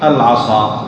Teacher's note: فخم الصاد اكثر لان من حروف الاطباق